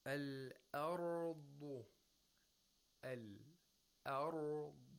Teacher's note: we have to pronounce the Hamza with Tarqiq, but we have to pronounce the Ra with Tafkhim